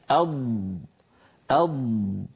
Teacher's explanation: والضاد أيضا رخوة يعني صوتها قابل للتطويل · Term: الرخاوة